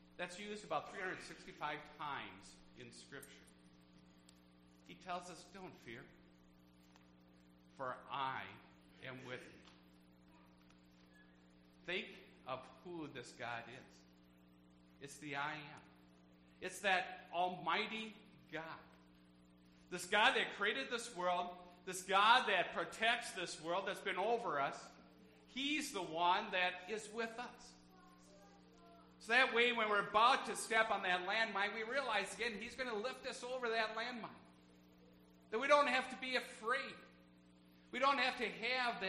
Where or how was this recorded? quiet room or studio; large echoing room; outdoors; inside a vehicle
large echoing room